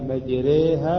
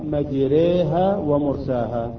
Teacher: حفص فقط عنده في هذا المكان الألف يميلها إلى الياء، مجراها يقرأ مجريها ومرساها في قراءة حفص. · Term: إمالة كبرى